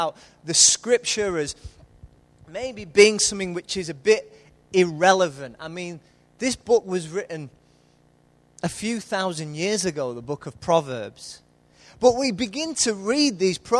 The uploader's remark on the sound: Recorded live at Life Church Lancashire on Sunday 20th July 2014.